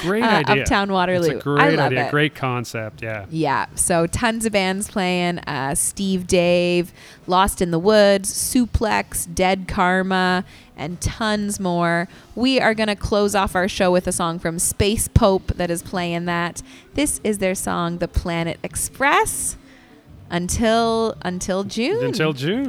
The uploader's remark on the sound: Broadcast live from Sugar Run in Downtown Kitchener.